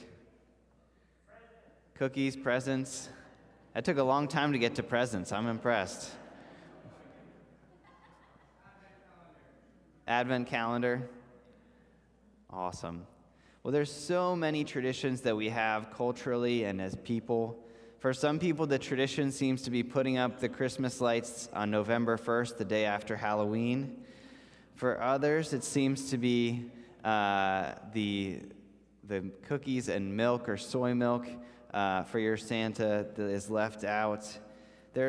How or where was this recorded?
large echoing room